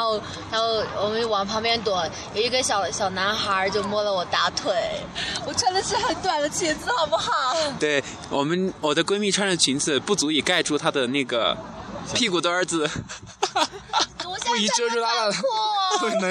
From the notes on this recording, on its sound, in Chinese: 西藏行 布达拉宫广场露天现场直播。